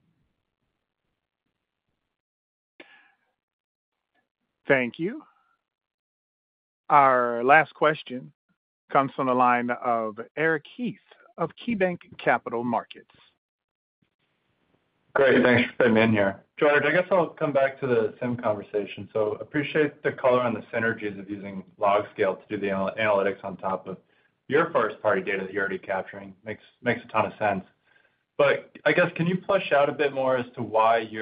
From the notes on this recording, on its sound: Fiscal Third Quarter 2024 Results Conference Call.